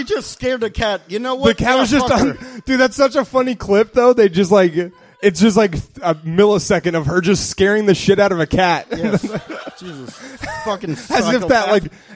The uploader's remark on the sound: The guys are once again in front of a live audience.